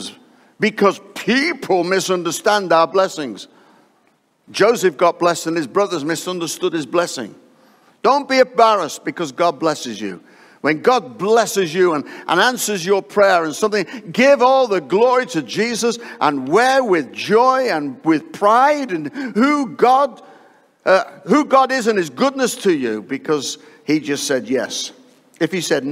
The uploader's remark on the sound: Live from Destiny Church, Wakefield, UK.